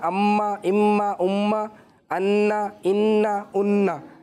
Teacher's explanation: ایک تو یہ ہے میم مشدد اور نون مشدد، اس میں گنا کرنا ہے